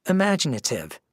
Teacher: 5 syllables, main stress on the 2nd syllable.